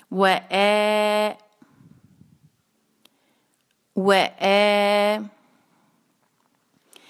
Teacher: व में आपने क्या करना है, होंठों को गोल करना है, और फिर उस पर है फतहा, उसको एक हरका रखना है, इससे लंबा नहीं होने देना